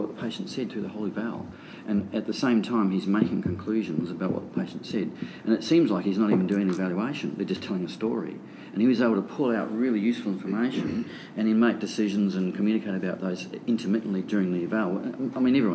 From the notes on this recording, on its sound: Live! From The San Diego Pain Summit! Live from the San Diego Pain Summit in San Diego, California.